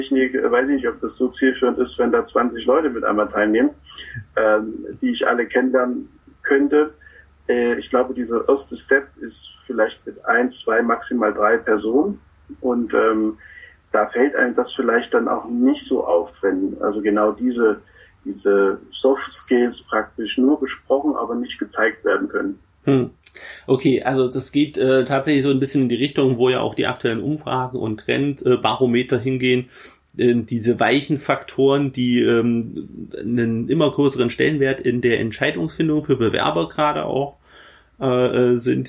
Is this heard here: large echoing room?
no